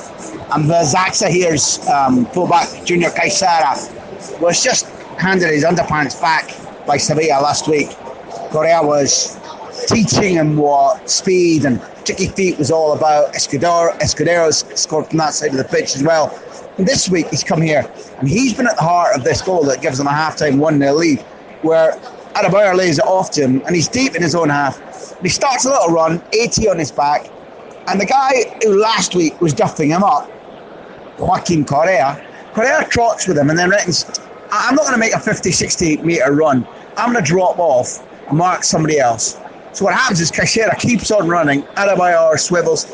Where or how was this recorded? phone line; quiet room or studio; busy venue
busy venue